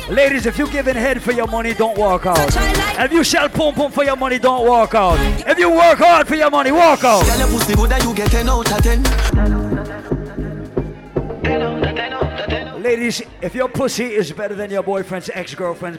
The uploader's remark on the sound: LIVE AT RUM & WATA - DANCERS PARADISE EDITION- MANGOVILLE NYC. Live audio from Seafood Tuesdays at Mangoville in NYC.